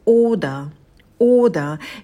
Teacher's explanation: первый звук, это долгий звук «о», делаем волну «о», язык оттягиваем назад, как будто бы хотим его проглотить. «Ода» на звуке «д», кончик языка идет на альвеолы.